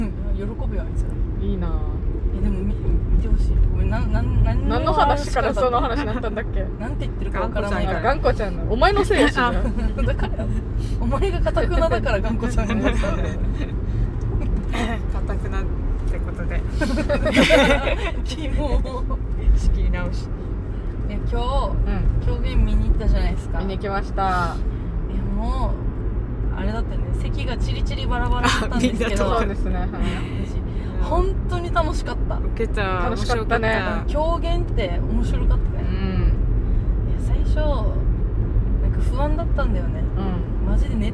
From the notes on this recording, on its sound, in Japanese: 狂言 を見に行った帰りにドライブ収録させていただいております。